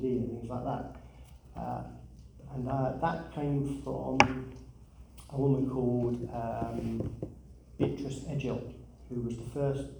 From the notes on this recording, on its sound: Recorded at the Darkside of Brighton Book Festival held at The Old Ship Hotel in Brighton, on 28th October 2023.